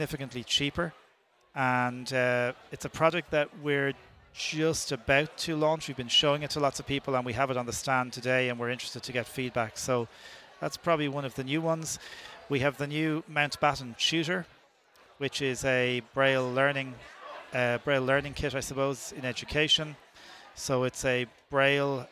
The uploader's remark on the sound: Interviews we have recorded at Sight Village.